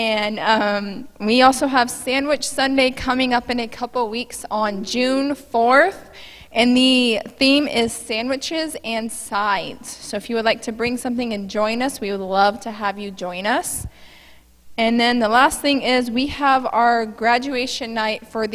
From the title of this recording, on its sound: Mt. Zion Church Live!